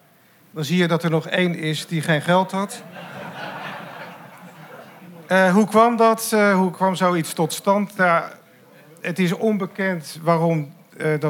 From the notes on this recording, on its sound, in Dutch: Live talkshow en podcast Ken Je Dat Niet Horen Dan? De show is maandelijks live te zien in Theater Walhalla in Rotterdam (Katendrecht).